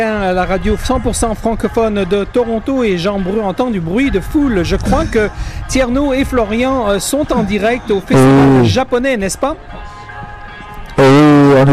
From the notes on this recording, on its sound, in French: En direct depuis le Japan Canadian Festival 2017